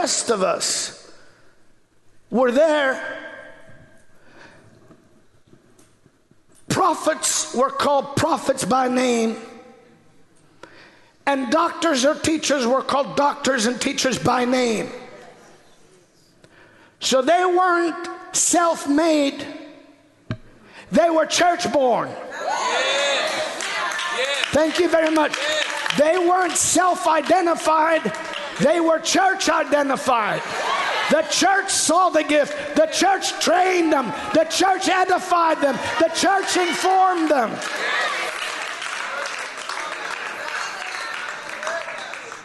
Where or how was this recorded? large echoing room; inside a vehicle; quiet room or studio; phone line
large echoing room